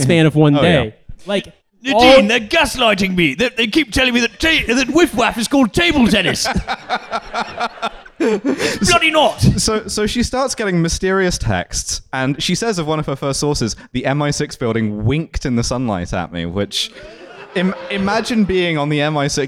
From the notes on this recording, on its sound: Trashfuture Live. LIVE at Between The Bridges.